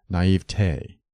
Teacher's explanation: the weight of authority favors the primary accent of the final syllable, naivete, which should rhyme with day, never with t.